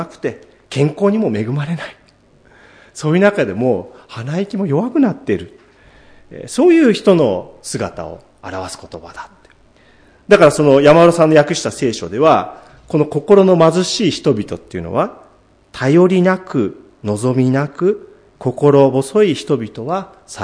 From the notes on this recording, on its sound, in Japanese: 主日礼拝説教録音